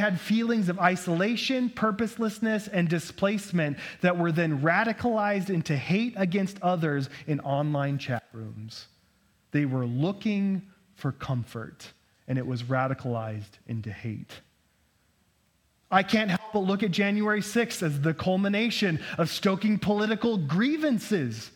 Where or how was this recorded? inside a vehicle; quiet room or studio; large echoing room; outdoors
large echoing room